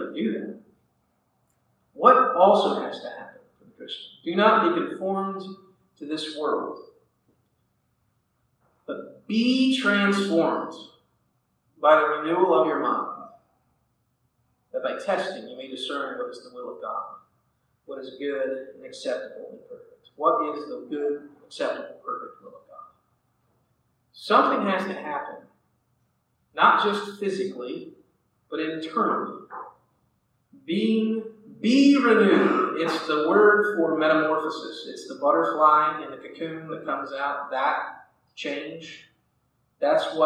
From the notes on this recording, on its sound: Audio quality is not great on this one.